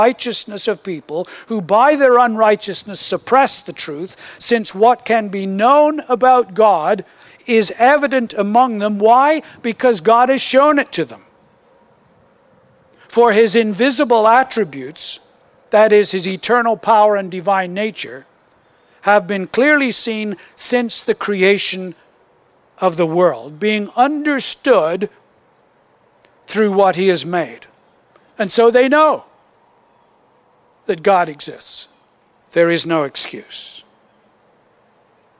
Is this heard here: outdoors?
yes